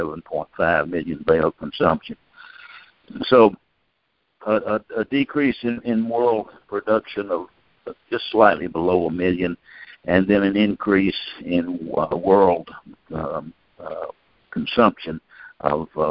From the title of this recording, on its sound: Monthly Conference Call